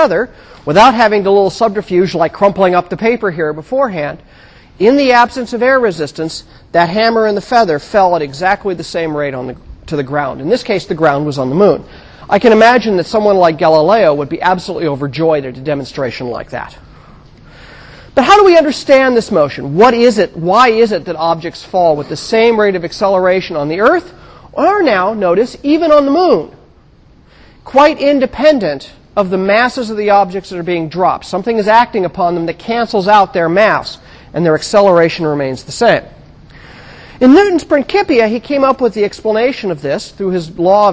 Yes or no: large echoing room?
yes